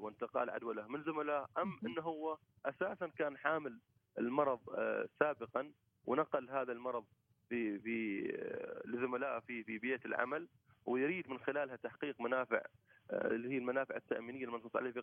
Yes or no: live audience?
no